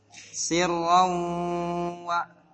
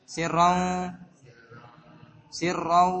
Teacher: tanwin menghadapi wawu kehidungkan